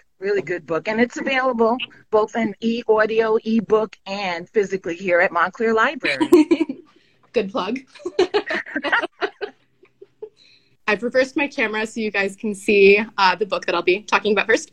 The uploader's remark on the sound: This month's episode is from an Instagram Live session